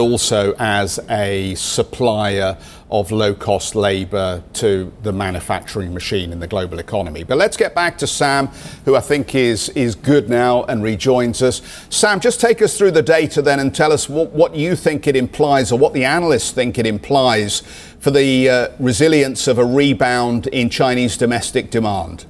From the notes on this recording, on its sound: we are live in Barcelona at Mobile World Congress